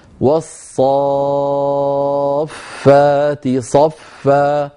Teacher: هذا المد يا أخي اسمه كما مر معنا في المدود مد لازم كلمي مثقل بمقدار 6 حركات، يعني بمقدار 3 أضعاف المد الطبيعي، أليس المد الطبيعي بمقدار